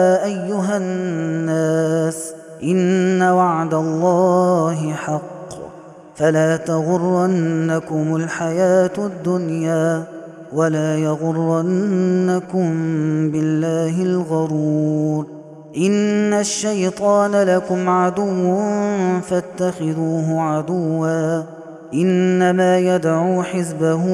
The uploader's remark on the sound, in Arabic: هذا التسجيل من صلاة التراويح.